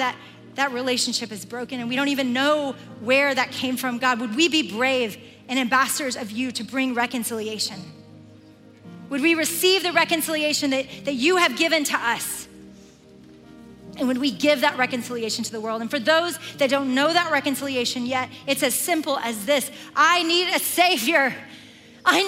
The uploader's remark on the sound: Recorded live at The Grove, a gathering for the women of Atlanta, Georgia, now in its ninth year.